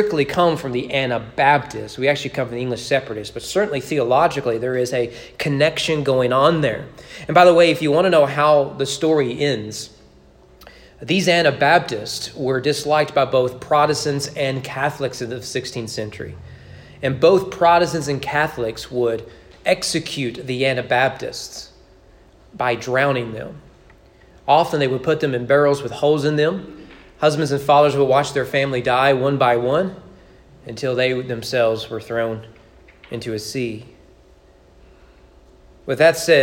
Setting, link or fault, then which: setting, large echoing room